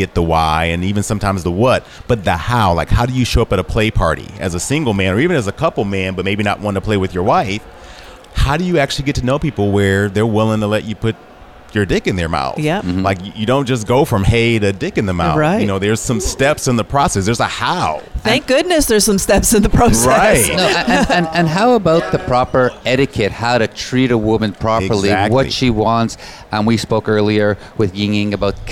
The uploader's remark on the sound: Live from Naughty in N'Awlins, the largest lifestyle convention for couples, in the world. With over 2,000 guests, this event is not only a full take over of three of the French Quarter's biggest hotels, it takes over Bourbon Street too.